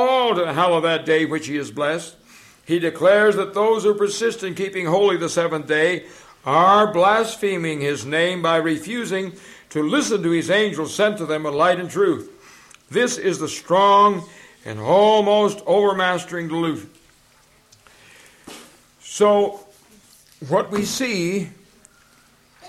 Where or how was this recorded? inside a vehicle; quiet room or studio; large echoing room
large echoing room